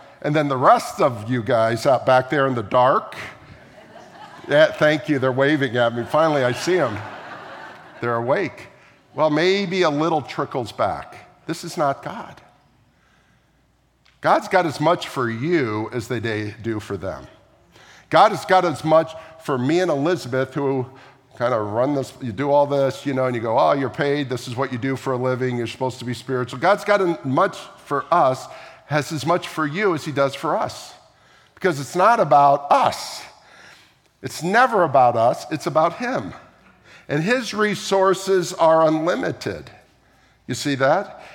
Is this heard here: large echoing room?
yes